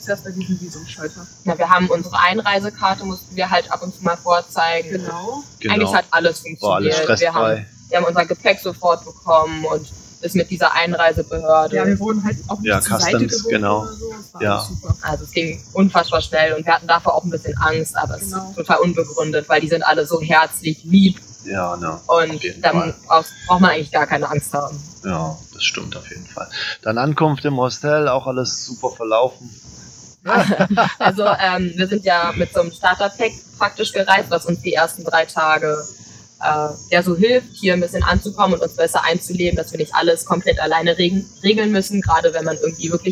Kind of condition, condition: fault, poor sound quality